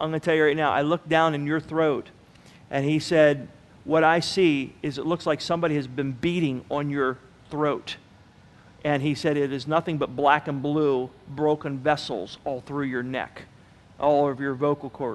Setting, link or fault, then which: setting, large echoing room